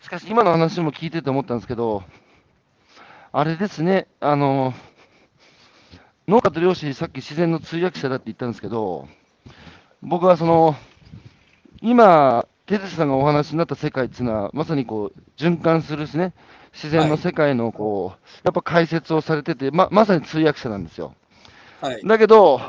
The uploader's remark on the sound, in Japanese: 歩きながら1時間、対談する